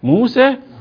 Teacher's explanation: تقريب الفتحة من الكسرة قليلا · Term: التقليل